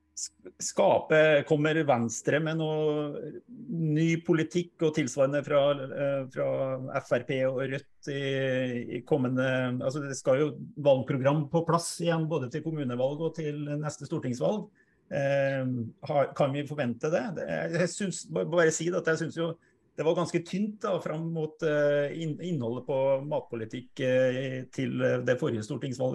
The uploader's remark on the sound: Live Zoom